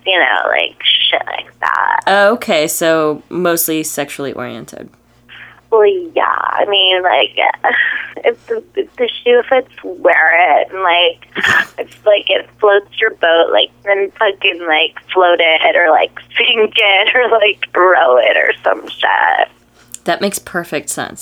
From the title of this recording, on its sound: A Sexy Phone Call